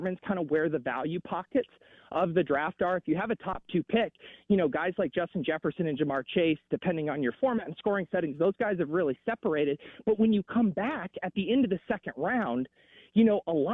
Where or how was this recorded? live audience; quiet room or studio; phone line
phone line